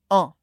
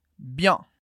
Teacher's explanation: você pode deixar a sua boca como se fosse falar um A e produzir um som nasal que sai do nariz an. Por isso, a gente tem bien.